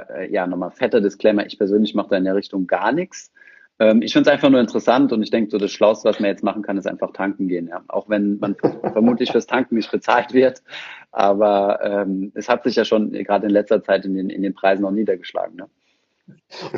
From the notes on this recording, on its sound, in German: Diese Podcastfolge war eine Instagram Live-Session